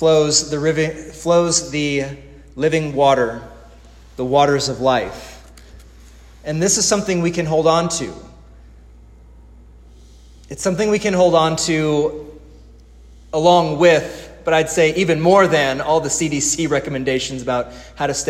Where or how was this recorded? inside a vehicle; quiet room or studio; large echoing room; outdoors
large echoing room